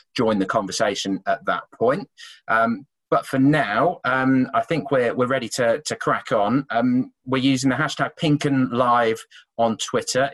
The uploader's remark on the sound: Host the Pink Un Live online event.